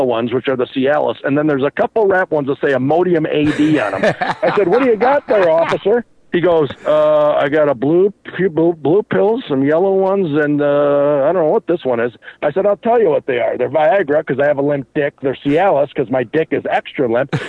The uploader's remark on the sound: Phone calls.